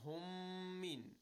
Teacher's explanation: We merge the two memes. The first one is ساكن and the second one is متحرك. · Term: idgham